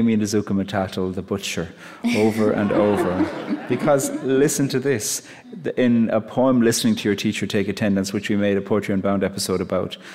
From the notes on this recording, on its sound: recorded during the 2022 Dodge Poetry Festival in Newark, New Jersey.